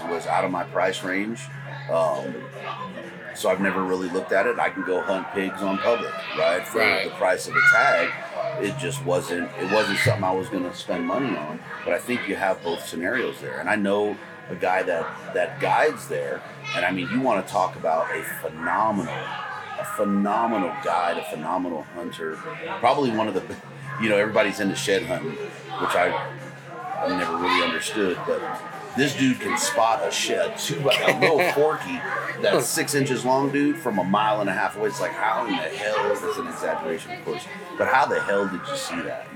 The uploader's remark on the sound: Live From Western Hunt Fest